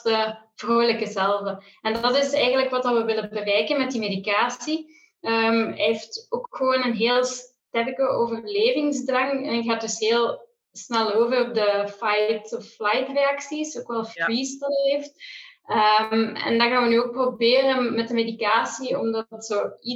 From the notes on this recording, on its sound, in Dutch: In deze aflevering (online opgenomen)